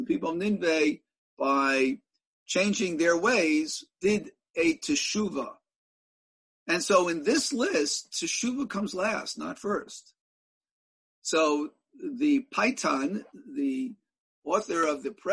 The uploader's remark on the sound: In a ZOOM teleconference Shiur